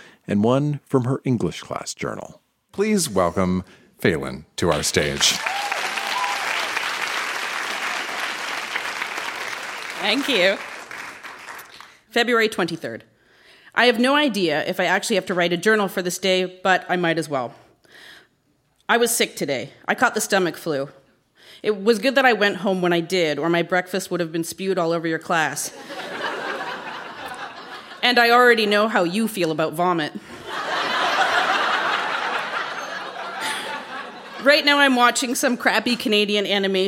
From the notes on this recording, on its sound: Recorded live at the Royal Cinema in Toronto.